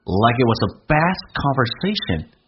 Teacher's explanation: z 加个 th 的时候，th 可以不发音，然后用 z 跟后面的一个元音形成的连音，变成 was。所以中间的红色的字体就变成 like it was the best conversation you've everhad。 you 跟 v 叫 you've，但